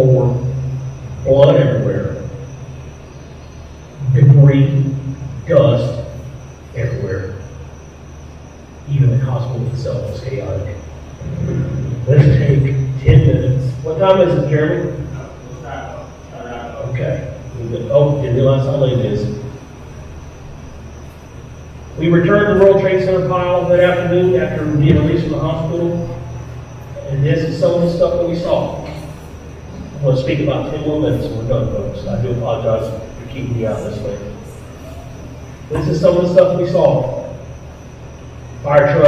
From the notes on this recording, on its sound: The audio of the video is because it was shot in a firehouse.